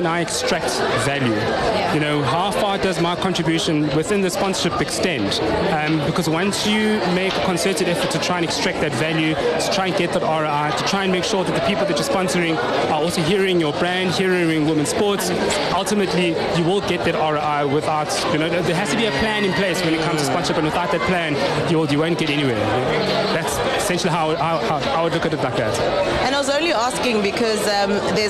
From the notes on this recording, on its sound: OUTSIDE BROADCAST